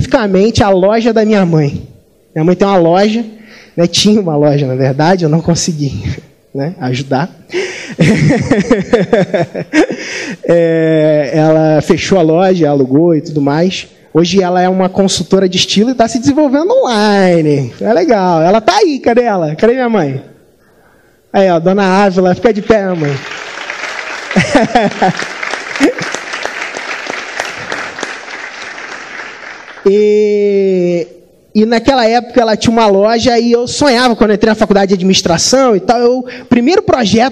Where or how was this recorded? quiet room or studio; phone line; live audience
live audience